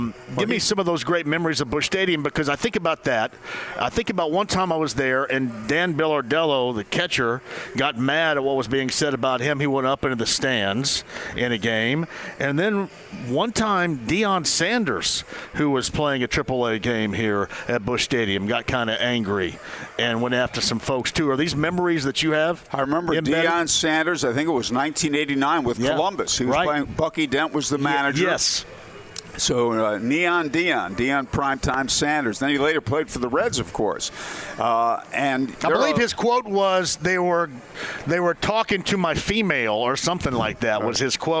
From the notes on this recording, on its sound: Live From Victory Field!